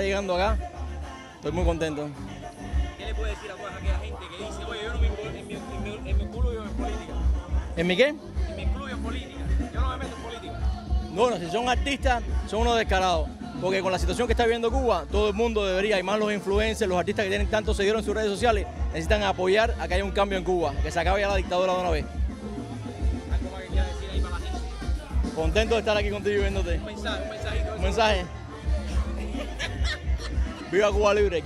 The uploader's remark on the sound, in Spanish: Entrevistas en el Free Cuba Fest 2020